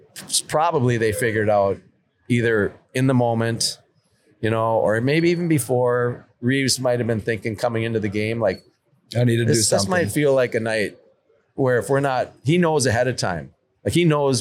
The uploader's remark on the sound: on location in White Bear Lake for Hockey Day Minnesota